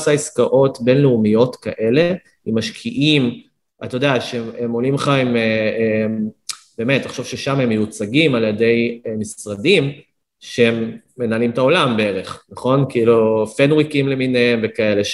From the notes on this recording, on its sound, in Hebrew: הפרק הוקלט דרך הזום.